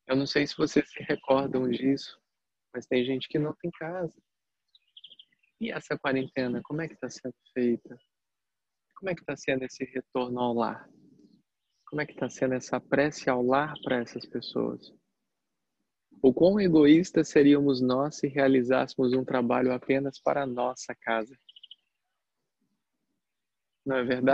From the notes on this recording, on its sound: Online via Zoom